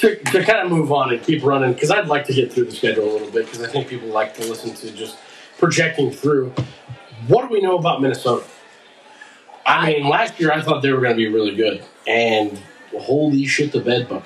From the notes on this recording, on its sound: You'll hear that in the recording quality on this first one, but it'll be better by next time.